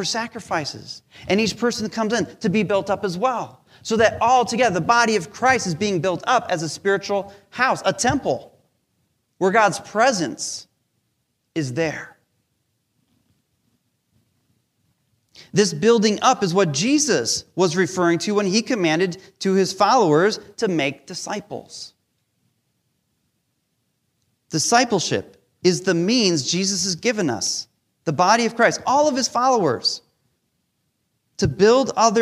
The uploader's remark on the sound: Recorded live during our Sunday Service